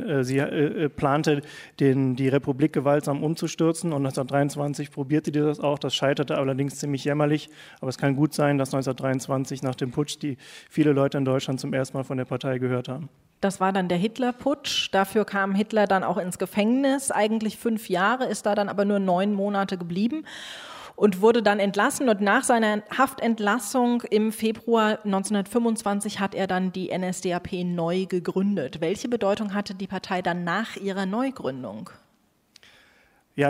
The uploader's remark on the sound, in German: live aus dem Gloria Theater Köln